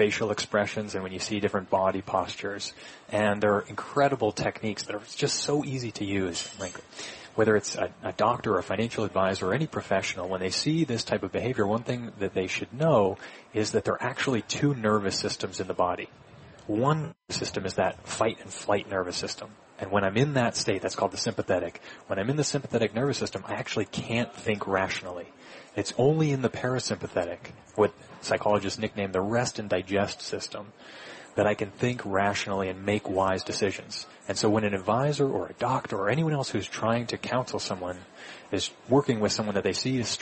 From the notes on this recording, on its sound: Live from Smith & Wollensky in Boston.